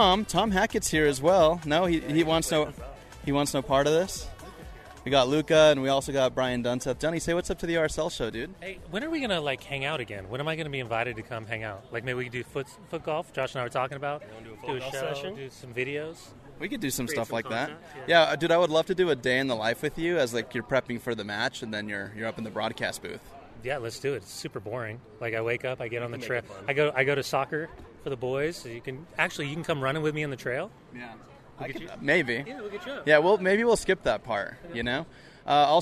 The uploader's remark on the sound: Live From RSL Practice